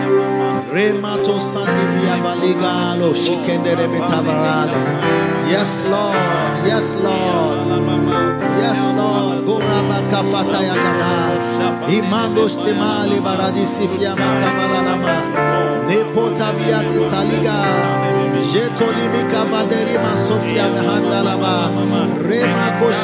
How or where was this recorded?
large echoing room